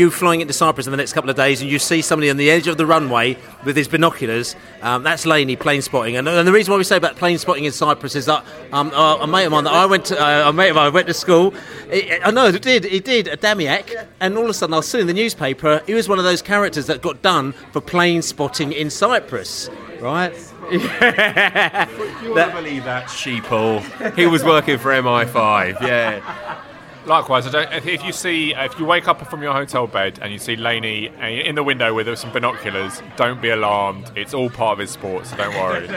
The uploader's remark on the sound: Cardiff-City pre-match podcast from the pub.